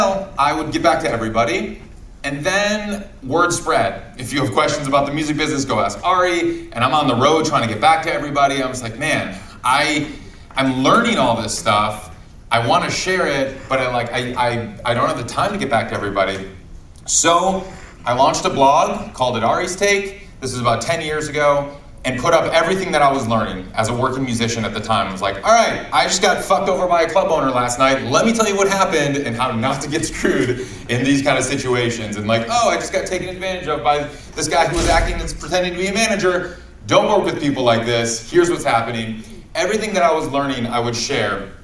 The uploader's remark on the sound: Live from SXSW